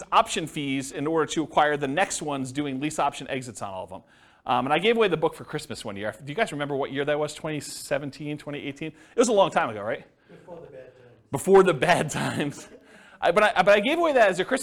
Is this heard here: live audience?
yes